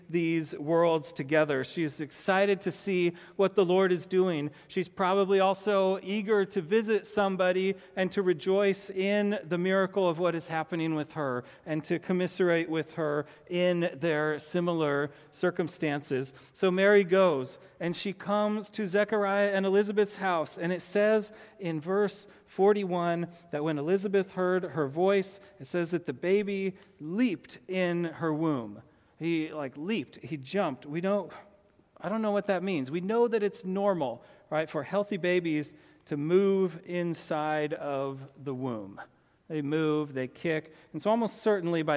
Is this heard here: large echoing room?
yes